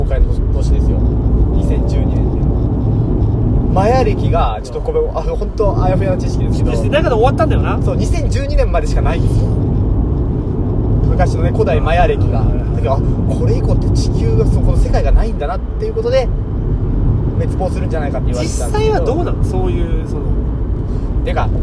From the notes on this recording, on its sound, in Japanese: 営業中の車の中で